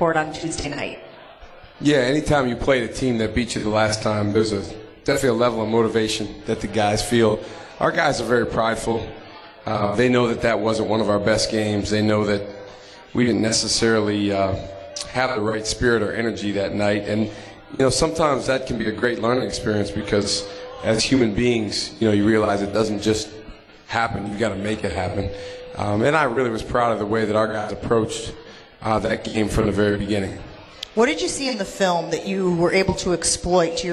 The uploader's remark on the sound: LIVE from MOTOR Bar & Restaurant